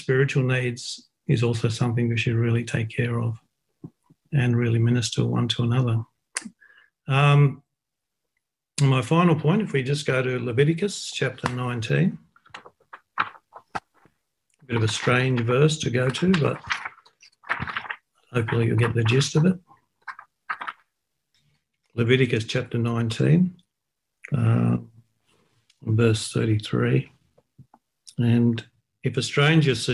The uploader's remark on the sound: Talk 1 from the Wednesday United zoom meeting on 16 June 2021.